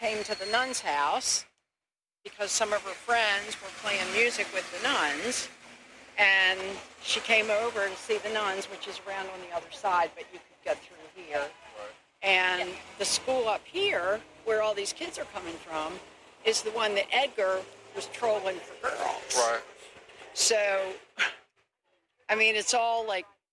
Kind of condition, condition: setting, outdoors